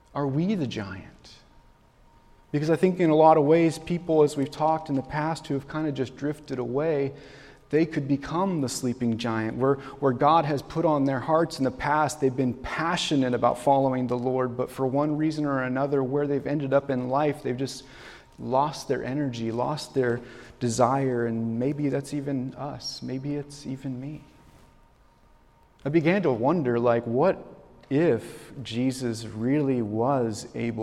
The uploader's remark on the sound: This message was recorded on February, 2024, at Union Ridge School in Ridgefield, Wa.